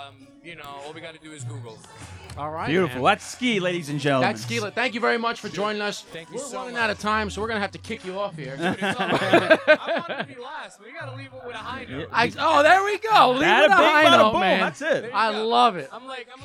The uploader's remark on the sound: LIVE from New York Cigar Weekend